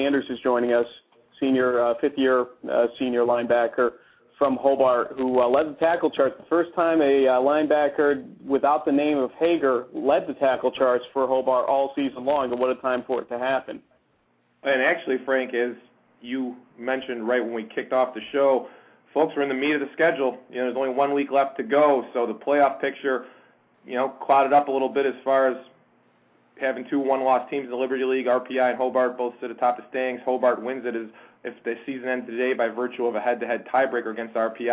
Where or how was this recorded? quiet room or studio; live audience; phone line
phone line